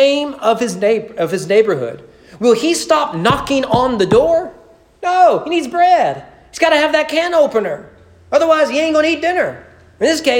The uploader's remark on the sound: Sermon preached on January 31, 2020 at East Frankfort Baptist Church during morning worship.